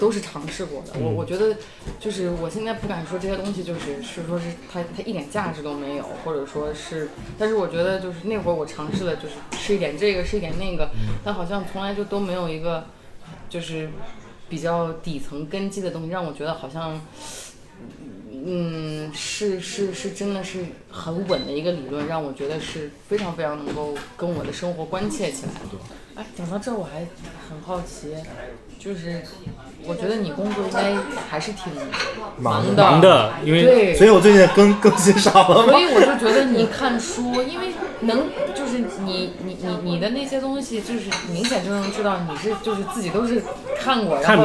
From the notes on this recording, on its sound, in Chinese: 因为对谈场所是在公共空间，所以杂音较多